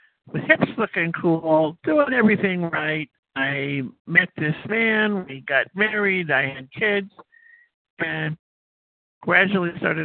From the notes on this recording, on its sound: from the 100 Pounders Phone Meeting, 11/17/23.